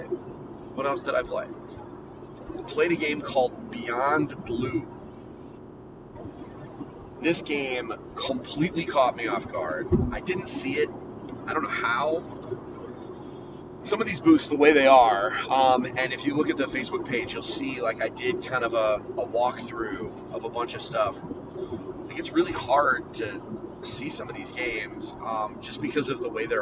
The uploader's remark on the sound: His ride home from Boston. PAXeast2019.